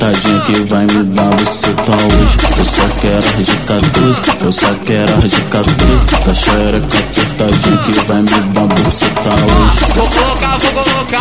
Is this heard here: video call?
no